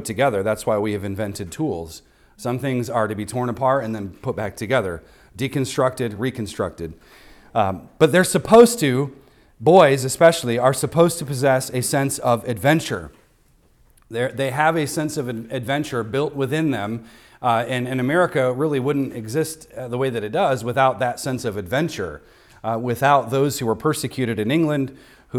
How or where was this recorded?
large echoing room